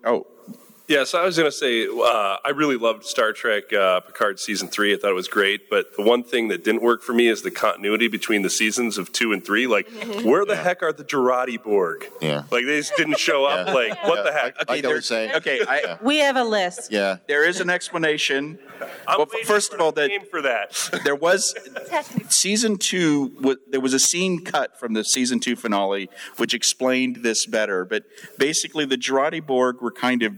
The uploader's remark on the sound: This is a special live joint podcast from the 57-Year Mission convention. At Star Trek Las Vegas the two TrekMovie podcasting teams got together for a “State of Star Trek” panel.